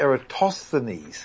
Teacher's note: I'm following the standard English pronunciation where the stress is on the third last syllable